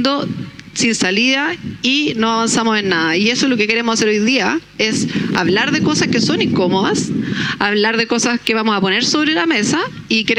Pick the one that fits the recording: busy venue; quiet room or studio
busy venue